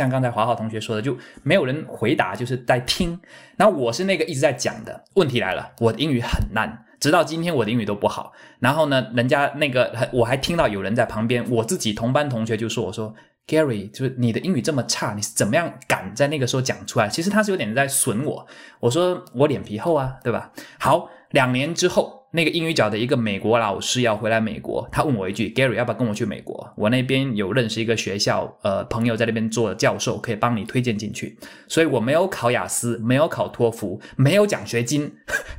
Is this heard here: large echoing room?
no